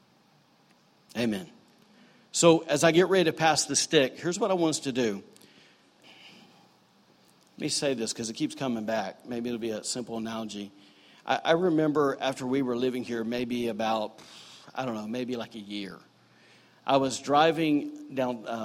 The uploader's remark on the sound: recorded on Sunday, July 29, 2018, during services at The Anchor Church in Rockport, Maine.